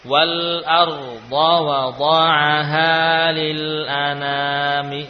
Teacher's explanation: Apabila sebelum al ada kalimat, ada huruf, maka alifnya tidak akan berubah menjadi hamzah, namun hanya akan terlewati.